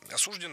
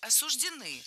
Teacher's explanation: Правильный вариант – осуждены. Ударение в этом слове ставим на окончание. · Shown in: second take · Вариант «осуждены» допустим, но только в профессиональной речи представителей правоохранительных органов.